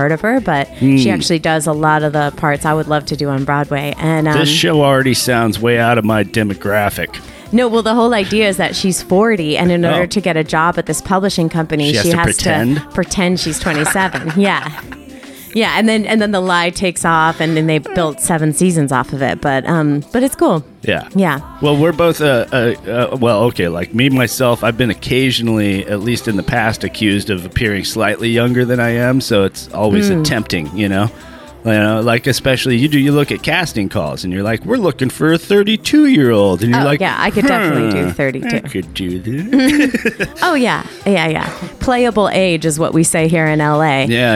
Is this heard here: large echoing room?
no